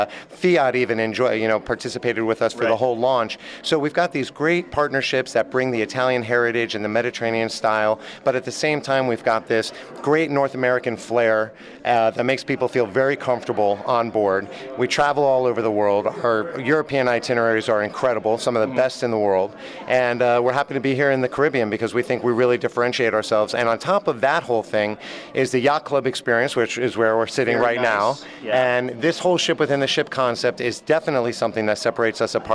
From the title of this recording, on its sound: MSC Divina On Location Broadcast